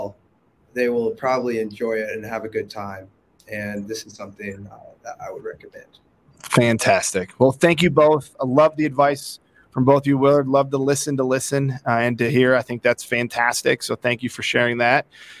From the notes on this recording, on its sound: Broadcast LIVE from the last day of the event, interviewing older adults and young adults about their experiences.